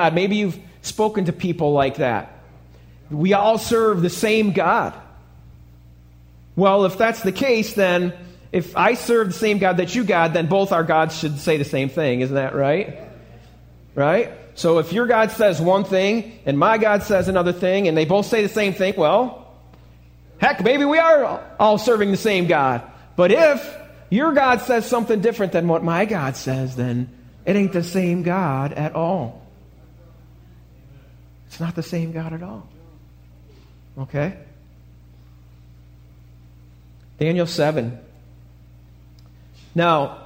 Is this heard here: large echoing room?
yes